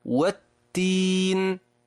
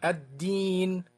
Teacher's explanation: لاحظ التاء وما فيها من نفس، ولاحظ الدال وما فيها من حبس النفس